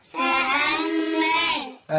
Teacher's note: ميم حرف غنة مشدد بالفتح